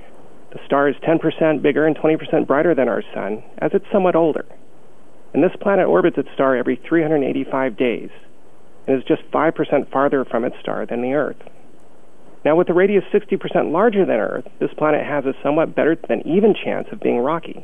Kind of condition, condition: link, phone line